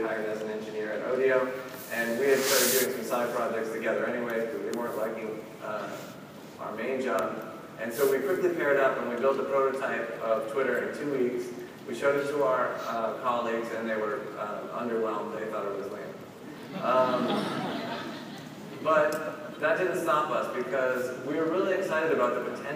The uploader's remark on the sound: opening keynote at #PRSAIcon